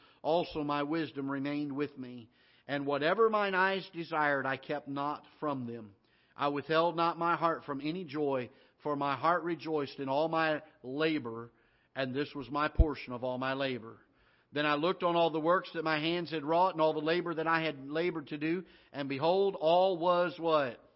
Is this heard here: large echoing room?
yes